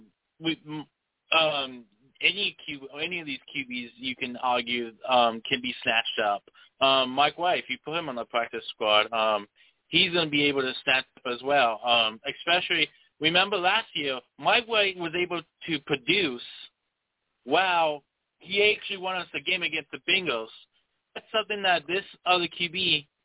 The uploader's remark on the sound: I will also take live callers!